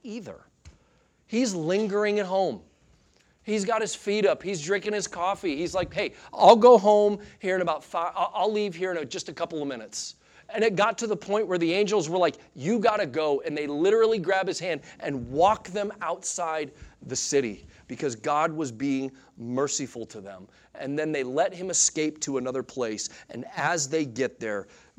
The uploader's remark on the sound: Sunday Morning Sermon Audio